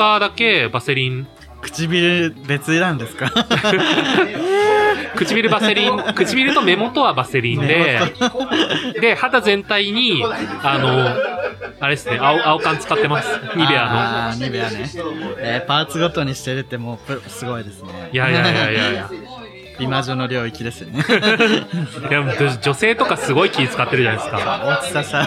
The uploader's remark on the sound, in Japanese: 忘年会収録第4回目。